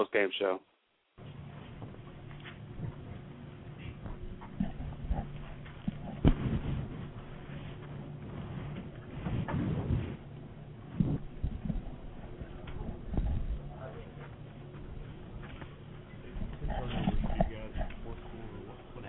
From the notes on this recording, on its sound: We take you into the press conference and locker room with audio.